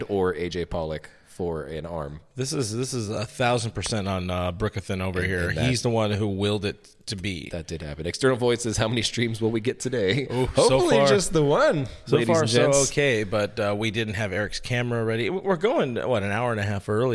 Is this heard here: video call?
no